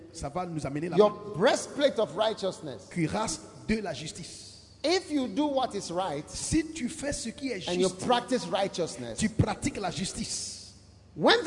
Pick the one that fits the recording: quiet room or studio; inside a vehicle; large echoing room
large echoing room